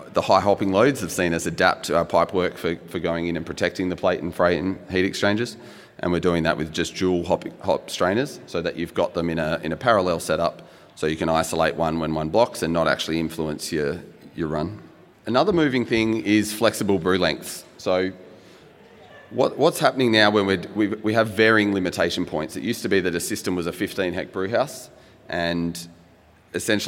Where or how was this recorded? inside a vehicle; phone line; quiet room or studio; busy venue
busy venue